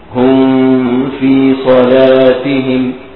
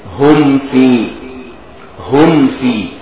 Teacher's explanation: جيب ميم ساكنه واطلع بالفاء على طول، ما انتظرش، لو انتظرت هيجي اخفاء · Shown in: second take · اه على طول لو انتظرت سياتي اخفاء، هذا خطأ. · هذا خطأ، الميم لا تخفى عند الفاء · Term: اظهار الميم، إظهار